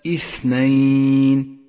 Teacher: لاحظ صفة الهمس لحرف الثاء في كلمة اثنين، اثنين، قوي هذا الحرف بهذه الصفة وأجري النفس معه ليتقوى ويتوضح.